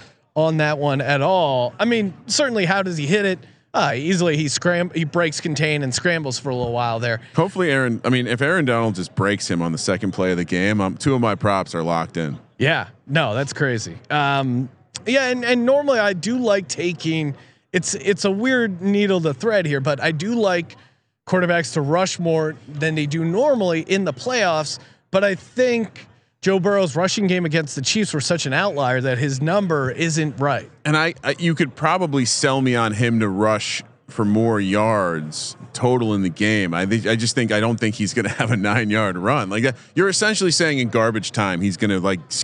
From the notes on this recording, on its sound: broadcasting live again from Super Bowl Radio Row